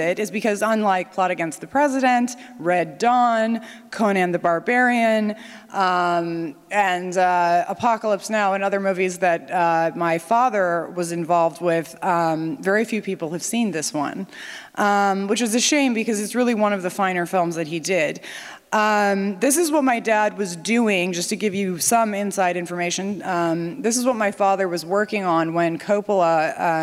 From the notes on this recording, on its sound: NatCon 3 Miami. Remarks at the Miami National Conservatism Conference on September 12, 2022. Following the screening of "The Wind and the Lion".